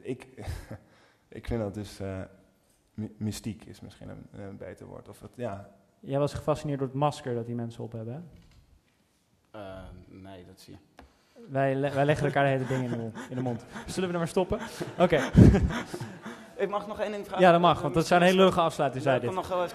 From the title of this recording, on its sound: Literaturfest Live III